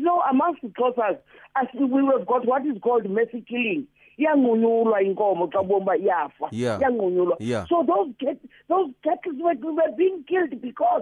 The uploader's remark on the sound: Guest on the phone